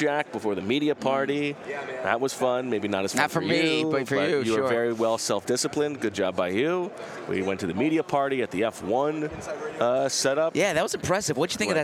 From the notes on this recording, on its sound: Live from radio row at the Super Bowl in Las Vegas